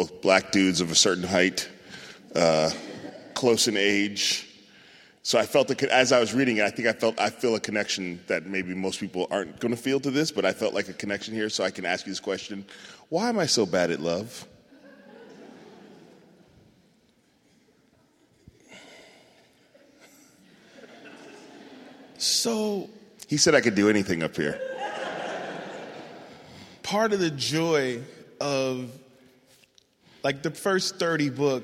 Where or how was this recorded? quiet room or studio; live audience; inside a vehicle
live audience